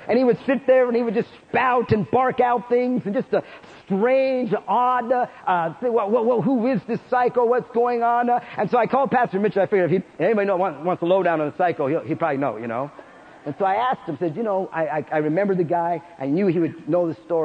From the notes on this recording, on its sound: Preached in Prescott Winter Conf.